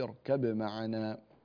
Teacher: ويظهر الباء عند الميم في اركب معنا ولا يدغمها